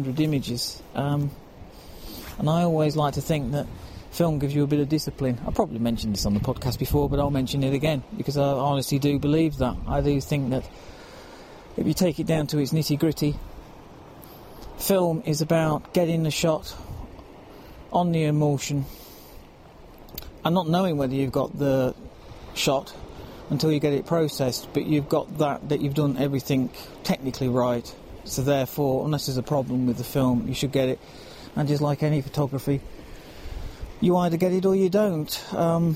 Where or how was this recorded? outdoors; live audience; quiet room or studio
outdoors